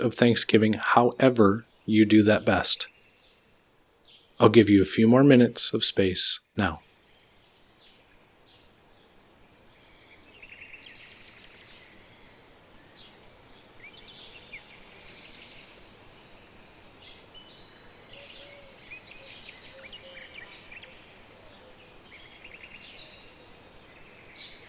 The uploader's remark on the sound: Vocal Audio with Daytime Singing Birds Ambiance. This is one of six variations of this episode that we are releasing with different audio background. This episode features spoken vocal audio with a background ambiance of singing birds in the daytime.